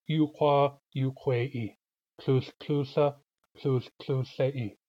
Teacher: The A tries to get more like the I by becoming an E. · Term: umlaut